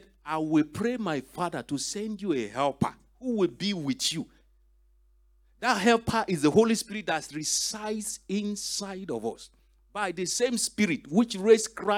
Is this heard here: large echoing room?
yes